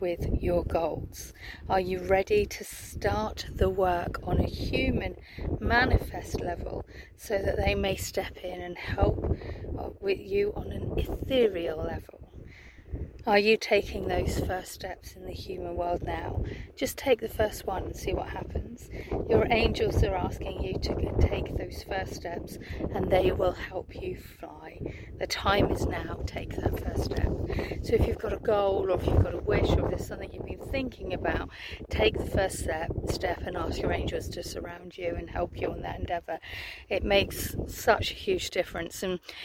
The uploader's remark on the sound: Taking some beautiful rest time in nature this week, so this weeks video comes to you from a beautiful vista.